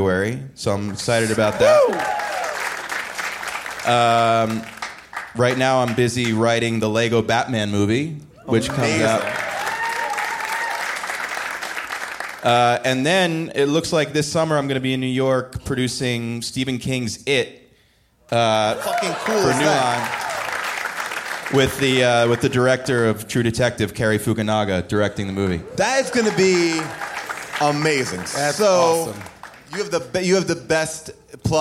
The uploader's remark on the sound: Recorded LIVE from Largo in Los Angeles